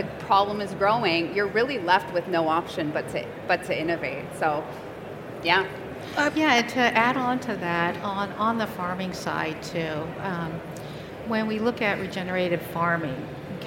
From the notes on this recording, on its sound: This is the recording of a Learning Lounge from the recent CPMA Convention and Trade Show in Toronto.